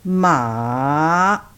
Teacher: The third tone is falling, rising.